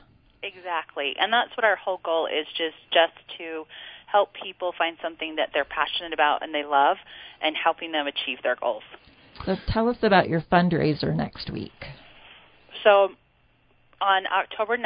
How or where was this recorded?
phone line